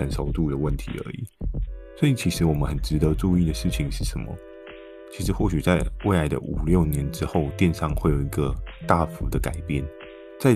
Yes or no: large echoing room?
no